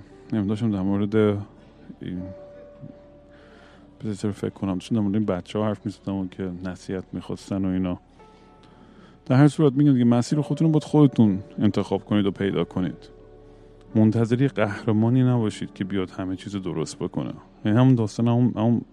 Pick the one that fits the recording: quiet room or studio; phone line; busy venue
busy venue